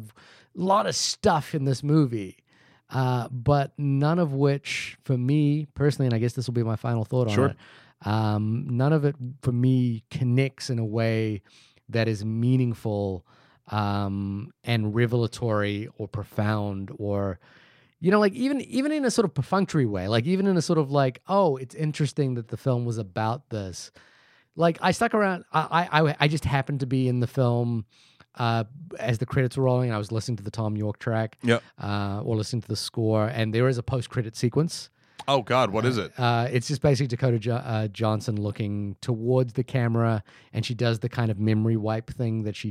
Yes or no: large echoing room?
no